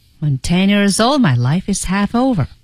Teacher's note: 整体是个降调，情绪比较压抑低沉